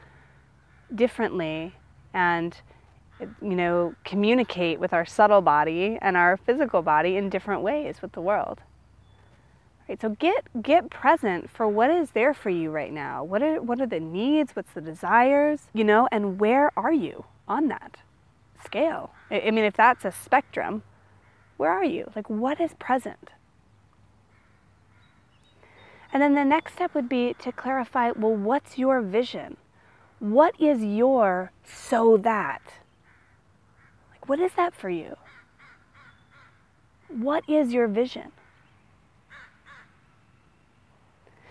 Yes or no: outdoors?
yes